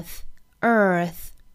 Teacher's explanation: earth 尾音的这个 th 一定要记得哈，是咬一下舌头的轻辅音 th